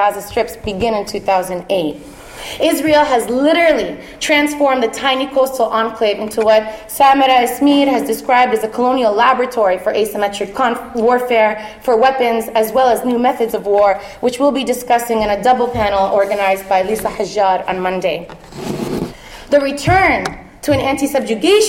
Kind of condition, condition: setting, live audience